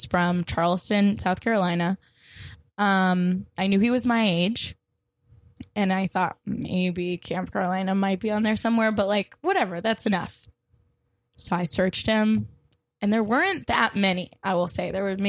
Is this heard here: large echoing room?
no